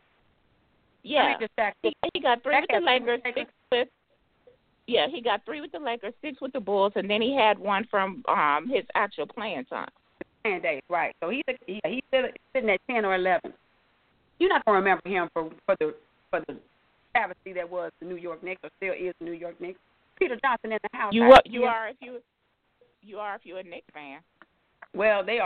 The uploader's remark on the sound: your phone calls, comments, questions and more